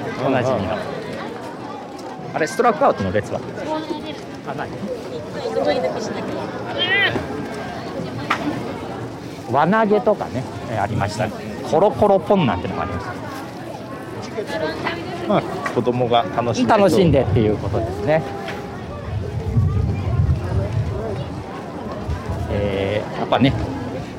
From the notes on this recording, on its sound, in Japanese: 初めての対面収録です。覚王山の日泰寺参道で行われる「覚王山春祭2023」を歩きながら収録しています。